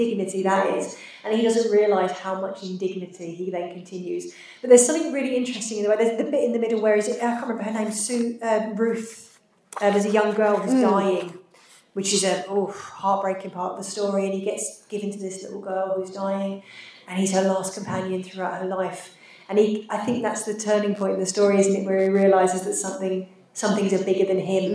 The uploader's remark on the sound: This episode was recorded live at FantasyCon 2022 so the sound is a little echoey.